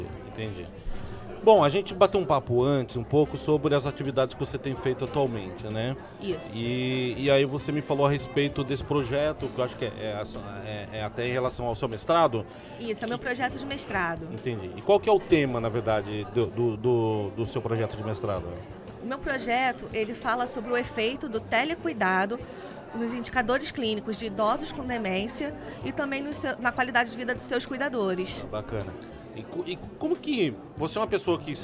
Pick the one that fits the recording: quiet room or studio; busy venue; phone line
busy venue